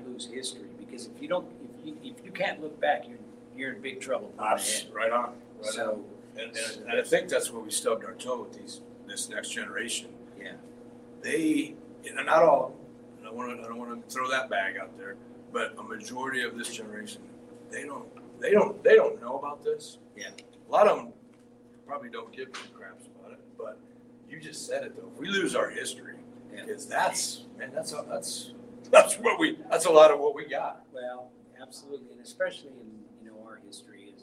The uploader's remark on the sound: LIVE FROM THE NORTH DAKOTA COWBOY HALL OF FAME